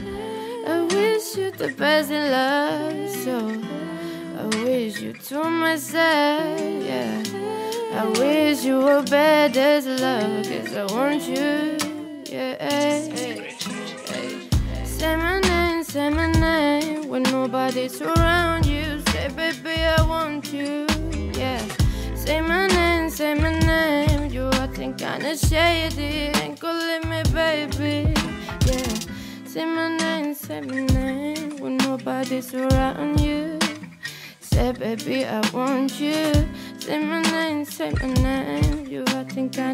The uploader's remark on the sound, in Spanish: entrevista en directo desde Abaixadors 10